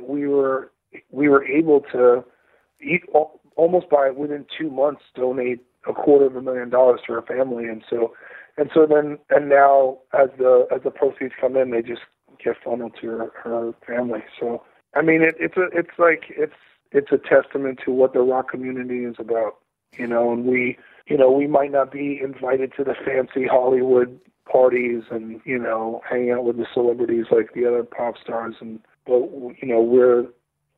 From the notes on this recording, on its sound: got on the phone